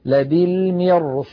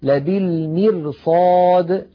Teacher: وبعدها صاد مفتوحة، والصاد كما مر معنا من حروف خص ضاد، فالراء تتفخم تأثرا بجارتها الصاد المفخمة · Shown in: first take